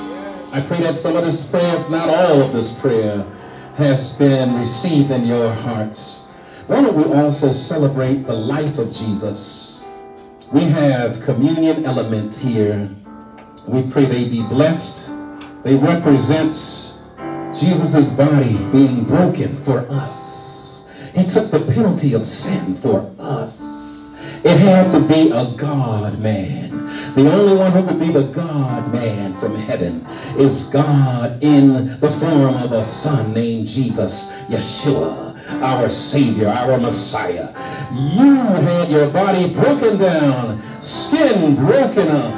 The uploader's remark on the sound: shared this message live at the Island Nursing and Rehabilitation Center of Farmingville, NY.